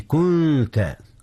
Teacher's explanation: أخفي النون قبل التاء، إذ التاء من حروف الإخفاء